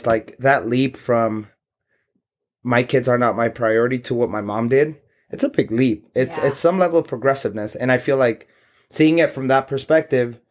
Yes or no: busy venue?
no